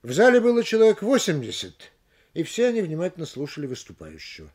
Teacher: В данном случае ударным словом перед запятой является слово 80, на нем и делается небольшое повышение.